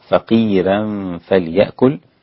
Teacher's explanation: رقق ورش الراء في فقيرا